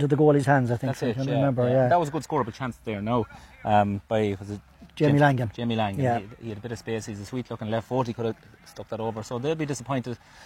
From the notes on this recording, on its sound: Full Live Audio Commentary from Dromod